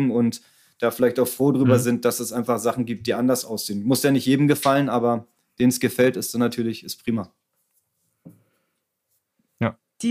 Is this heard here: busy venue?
no